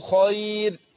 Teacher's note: الخاء مفخمة ومفتوحة كمان